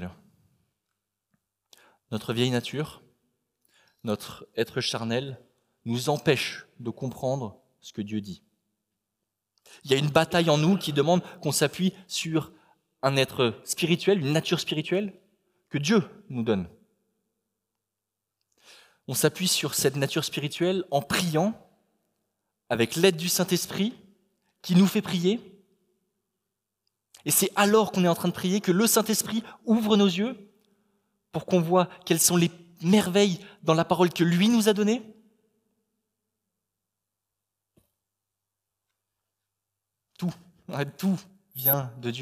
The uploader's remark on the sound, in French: Enregistré à l'église CVV, le 12/09/2021